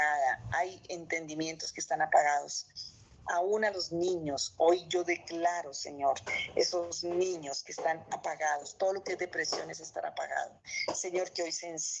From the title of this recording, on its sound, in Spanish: Zoom miércoles